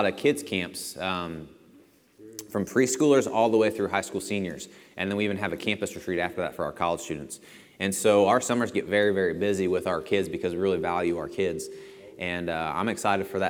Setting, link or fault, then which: setting, large echoing room